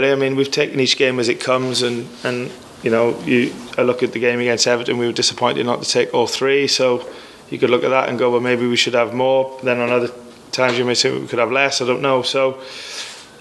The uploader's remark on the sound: Pre Match Press Conference.